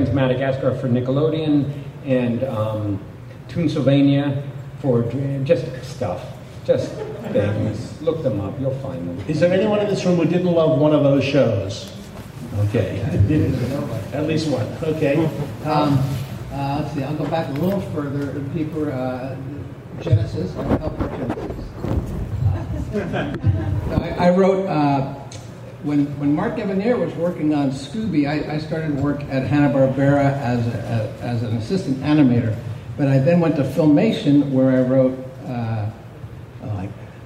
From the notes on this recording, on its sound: With a report from WonderCon 2023. Audio from the WonderCon panel.